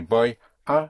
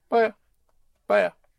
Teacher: in the spoken language, you contract the boy, ah, to boya, boya. You make it practically one word · Shown in: second take · yes? In speaking, boya, boya, boya, yes?